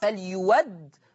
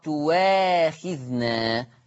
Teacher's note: إذا جاءت الهمزة المفتوحة ومسبوقة بحرف مضموم فتبدل بواو مفتوحة